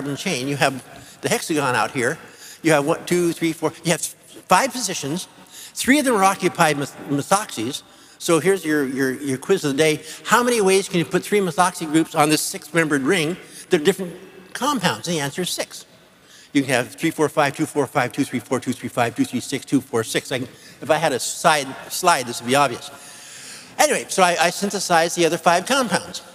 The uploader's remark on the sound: Future of the Brain Symposium Lecture 2005